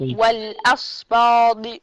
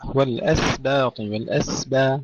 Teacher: رققي الهمزة والسين والباء · Shown in: second take